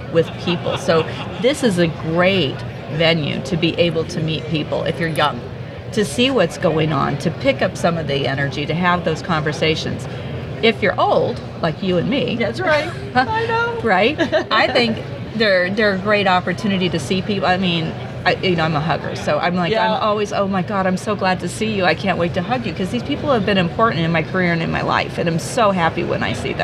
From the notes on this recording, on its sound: at the Gas Machinery Conference